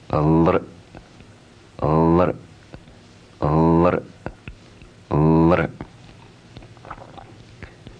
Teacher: If the tongue, as it's vibrating at the teeth, is drawn backwards, the vowel sound becomes lr